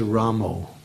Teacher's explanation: the tendency in the Bengali language is that they change the A to O's. In many of their, both in their kirtans and in their also in their writings, O becomes, overshadows A.